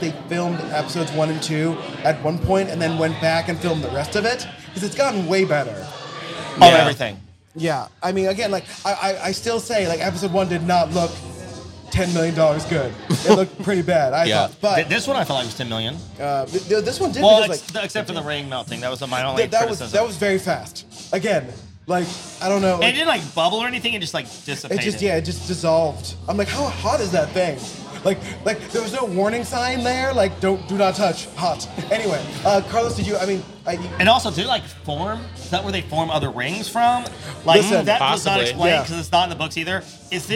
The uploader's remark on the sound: A Wheel of Time podcast that is filmed and recorded in a tavern!